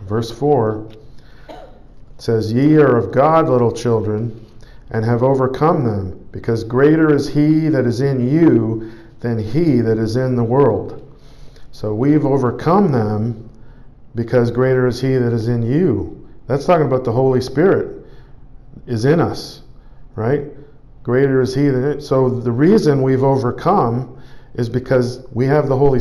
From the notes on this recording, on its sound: Preached at the Church at Brimley. Toronto, Canada.